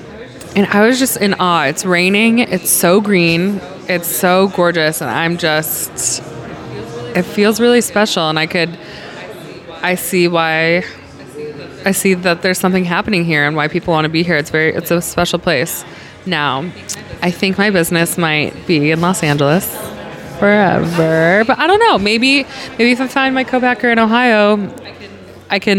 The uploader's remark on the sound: After lunch, we hit the coffee shop next to Larder where we recorded this podcast.